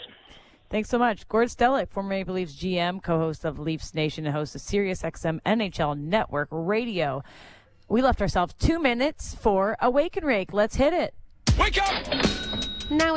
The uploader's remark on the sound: Live from the Jays Care Golf Classic